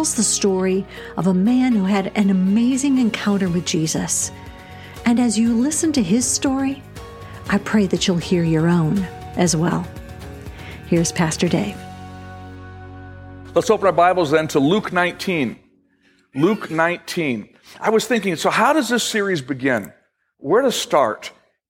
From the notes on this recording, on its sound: Originally recorded July 2, 2018, at Fellowship Missionary Church, Fort Wayne, IN.